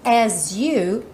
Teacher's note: E esse as you pode soar as you. O S acaba ganhando um som de J.